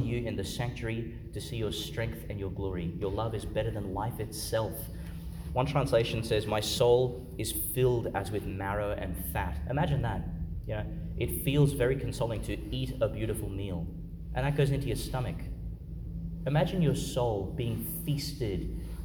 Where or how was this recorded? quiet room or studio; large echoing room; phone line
large echoing room